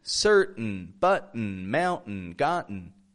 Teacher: The letter T is sometimes kind of nasal when we make the glottal T